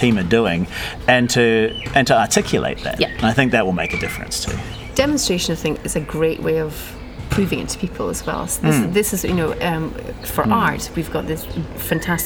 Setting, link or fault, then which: setting, outdoors